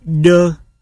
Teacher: Ơ phát âm như e nhưng tròn môi